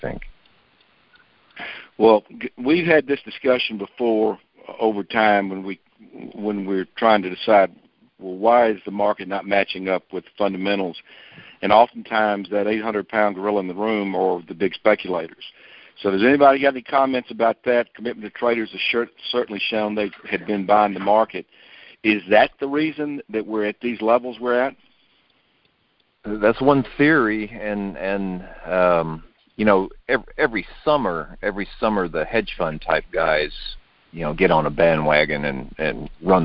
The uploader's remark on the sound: Monthly Conference Call